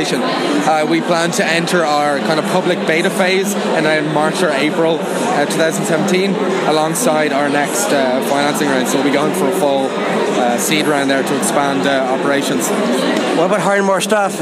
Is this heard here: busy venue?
yes